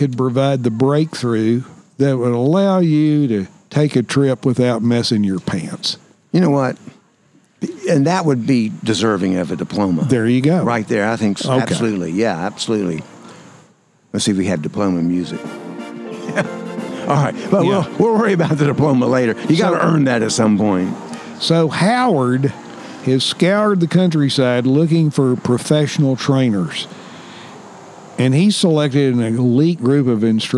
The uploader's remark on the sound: This episode was recorded at Saluda Outfitters, home of Green River Eddy’s Tap Room & Grill.